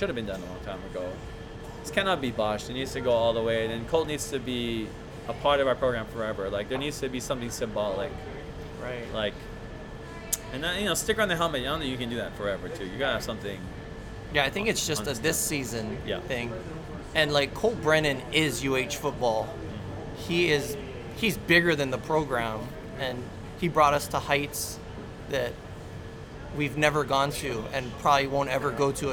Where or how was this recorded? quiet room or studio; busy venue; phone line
busy venue